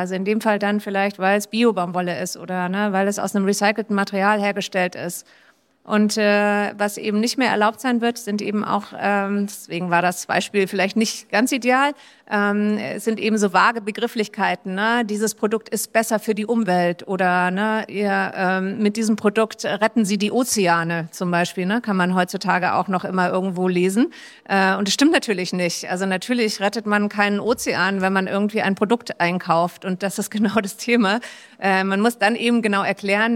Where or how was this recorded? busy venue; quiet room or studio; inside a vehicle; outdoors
busy venue